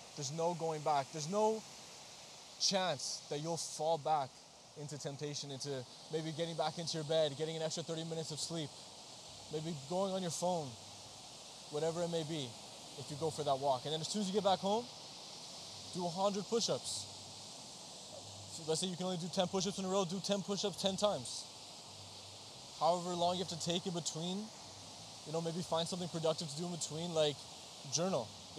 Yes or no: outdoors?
yes